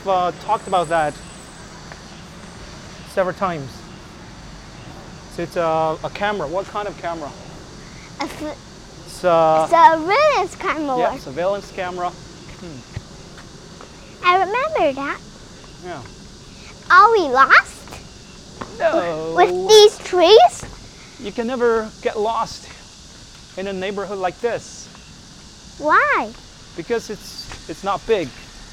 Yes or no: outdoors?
yes